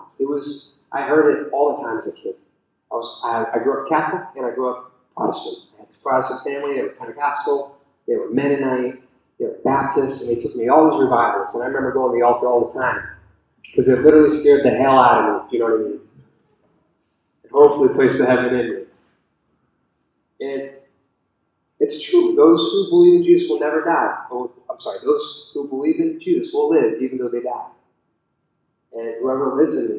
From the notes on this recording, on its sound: the audio is a bit spotty.